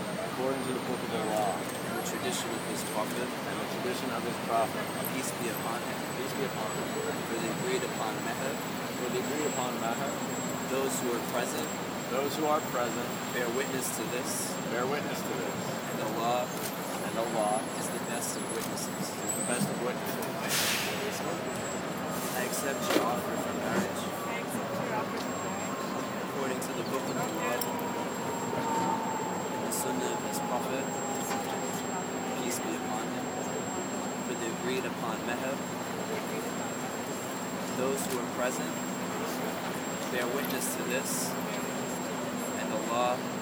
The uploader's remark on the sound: Sounds from a wedding at Zuccotti Park just now